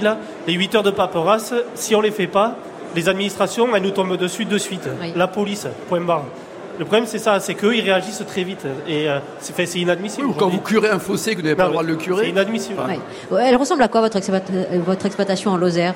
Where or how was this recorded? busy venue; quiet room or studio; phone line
busy venue